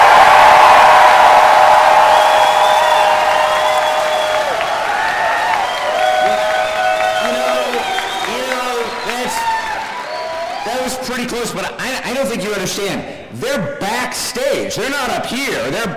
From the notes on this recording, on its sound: Some audio from the New York Comic Con